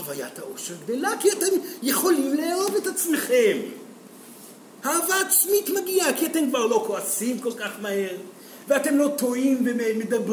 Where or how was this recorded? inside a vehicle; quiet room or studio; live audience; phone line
live audience